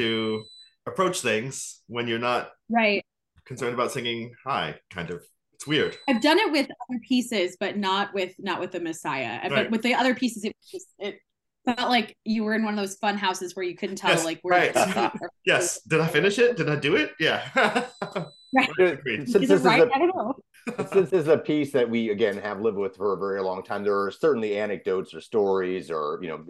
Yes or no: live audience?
no